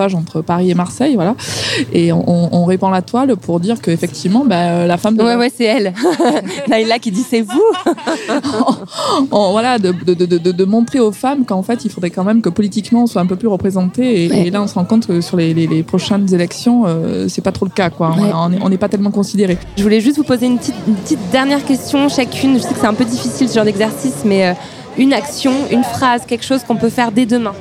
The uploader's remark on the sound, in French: Dans cet épisode bonus enregistré le 22 avril 2017 lors de la journée “Fashion Revolution”. Installées au bord du Canal Saint-Martin.